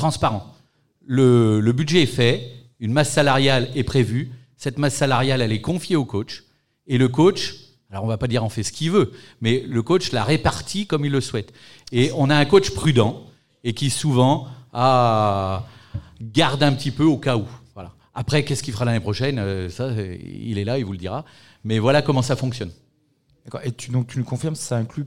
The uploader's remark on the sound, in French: en public au Chorum Alain-Gilles